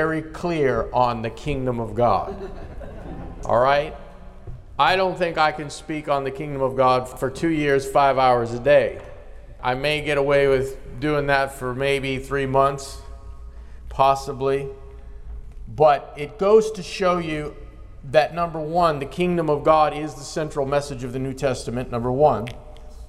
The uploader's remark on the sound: in a live conference